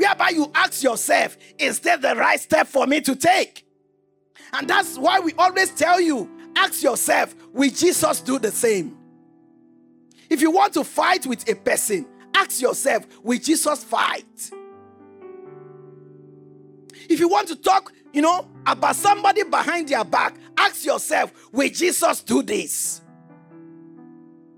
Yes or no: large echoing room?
yes